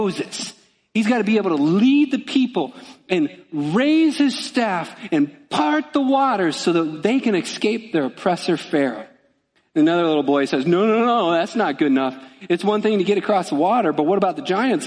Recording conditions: large echoing room